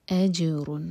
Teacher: جیم پر قلقلہ، جیم کو باؤنس کریں گے